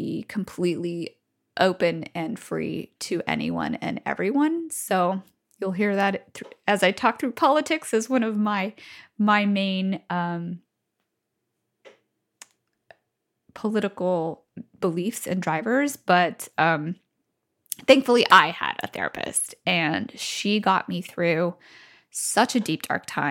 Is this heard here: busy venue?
no